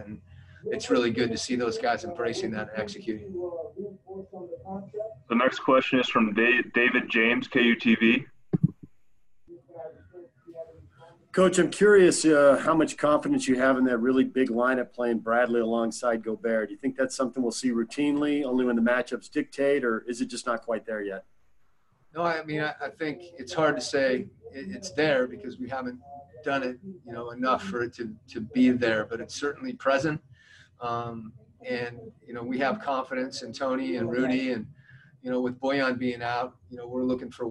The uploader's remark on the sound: Addressed the media via Zoom conference. In Orlando.